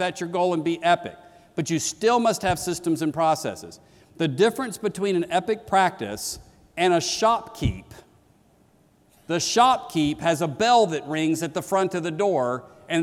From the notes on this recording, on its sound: keynote that launched the 2016 conference